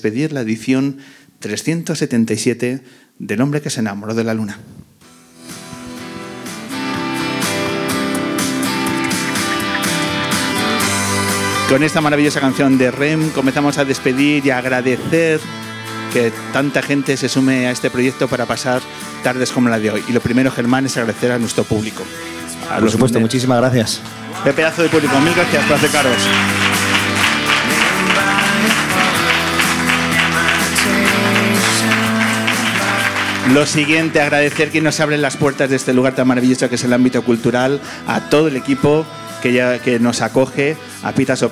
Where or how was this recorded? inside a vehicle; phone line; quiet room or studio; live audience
live audience